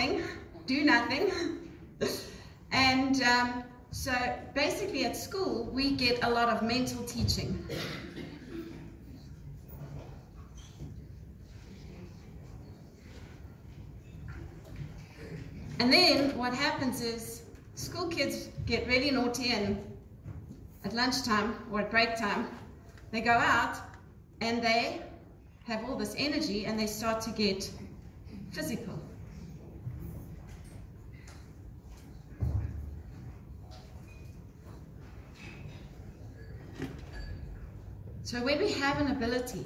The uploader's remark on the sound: Live From Global Woman's Club.